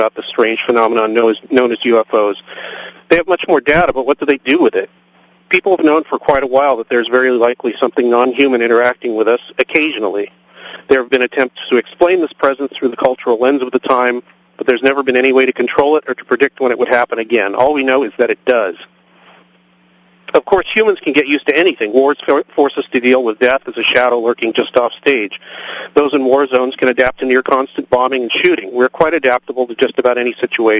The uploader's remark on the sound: call in from you-would-not-believe-where